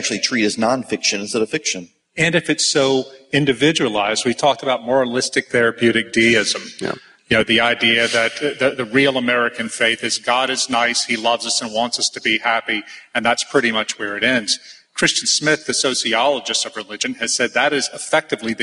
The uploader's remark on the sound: at the ERLC's 2015 National Conference for a panel discussion